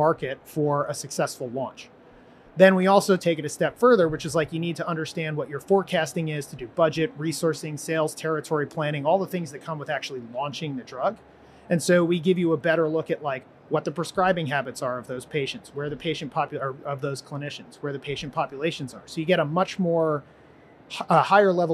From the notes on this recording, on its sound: live from the floor of the HLTH conference